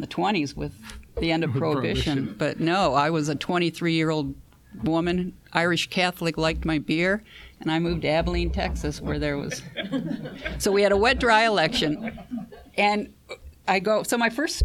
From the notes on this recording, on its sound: During a visit to the Shorenstein Center. This Shorenstein Center Speaker Series event was recorded October 17, 2017, at Harvard Kennedy School.